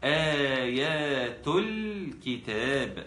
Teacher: بحافظ على الإظهار القمري لللام